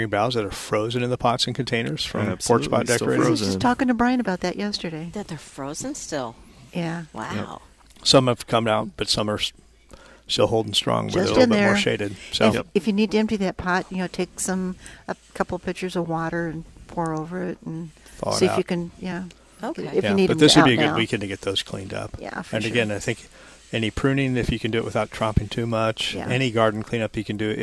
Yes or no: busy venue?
yes